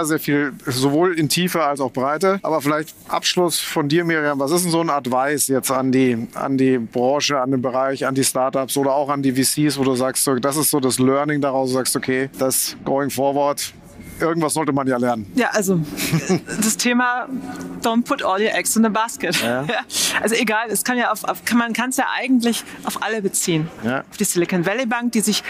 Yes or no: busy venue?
yes